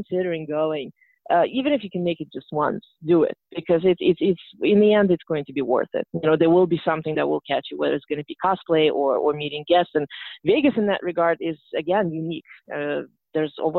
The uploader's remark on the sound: Gets on the phone with three guests who attended this year’s STLV convention.